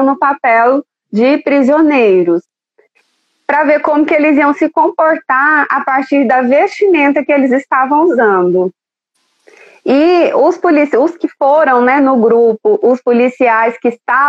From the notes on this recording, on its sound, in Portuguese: A Live aconteceu no dia 02/06/2020 via Instagram